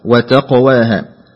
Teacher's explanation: قلت وتقواها ولم تقلقل القاف، وأنت تعلم أن حروف القلقلة هي قط بجد والقاف من حروف القلقلة